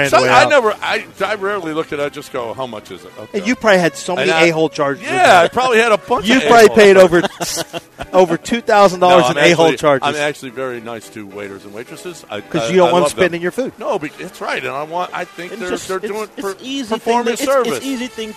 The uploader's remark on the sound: LIVE from Golden Nugget in Lake Charles